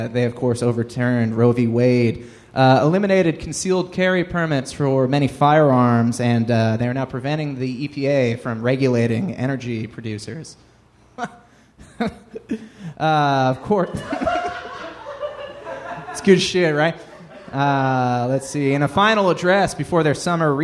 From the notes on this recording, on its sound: This live talk show was recorded in front of a human audience on July 17, 2022 at Go Bananas Comedy Club in Cincinnati, OH.